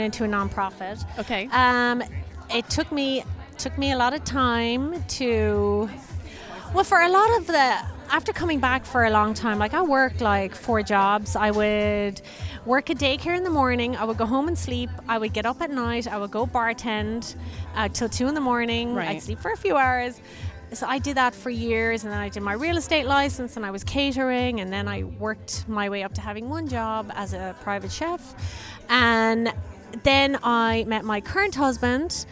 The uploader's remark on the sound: LIVE from That's What She Said Event